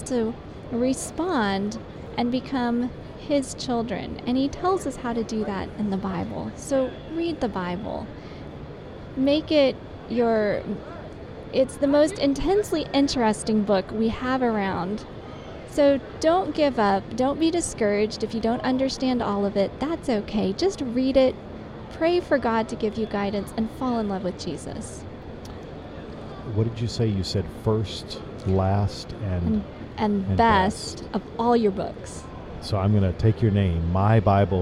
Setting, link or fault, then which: setting, busy venue